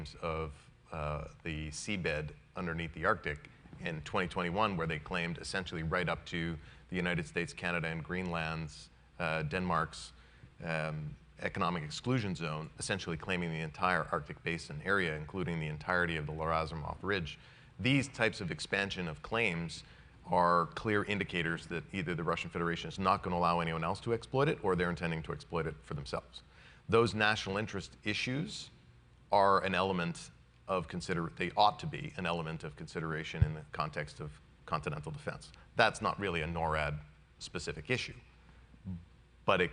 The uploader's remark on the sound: This episode is an excerpt from our North American defence conference, which took place on May 19, 2022 in Ottawa.